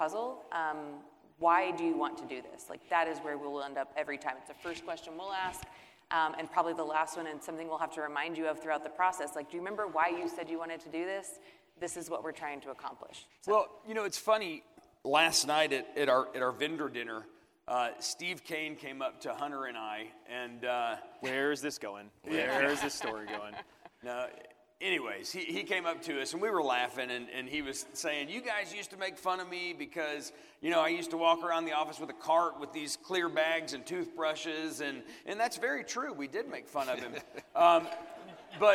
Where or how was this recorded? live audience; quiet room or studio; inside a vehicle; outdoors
live audience